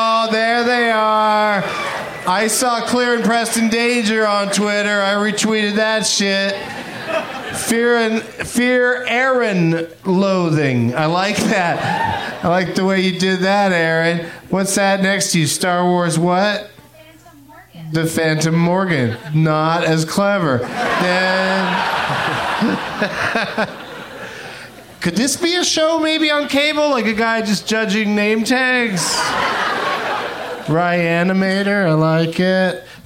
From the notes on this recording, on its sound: Live from the Cap City Comedy Club in Austin